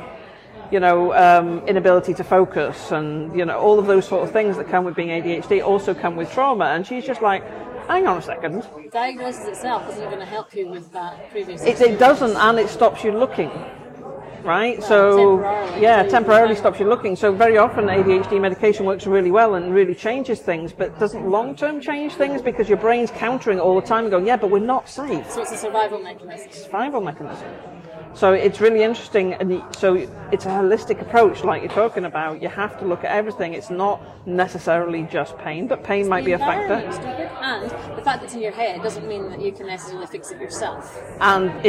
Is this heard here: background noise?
yes